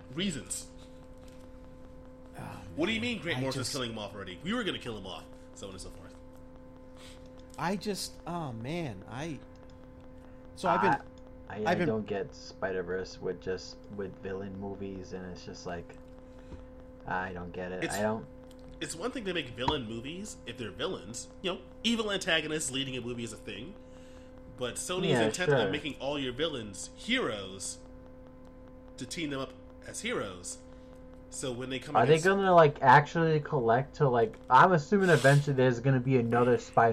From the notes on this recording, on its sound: while battling technical issues throughout the night